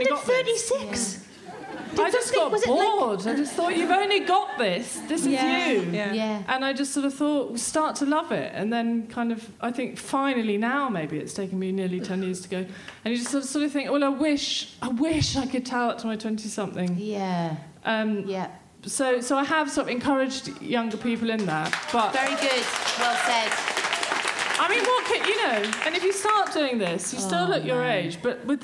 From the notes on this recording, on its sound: Recorded at the Leicester Square Theatre, London on February 14, 2017.